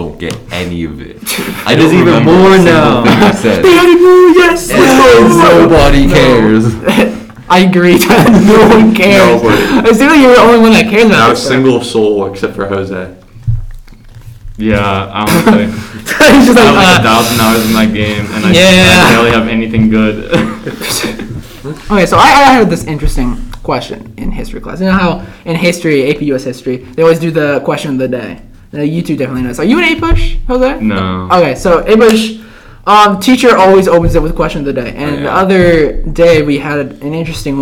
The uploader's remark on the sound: The audio is a bit jank and for some reason but we'll fix it for next time.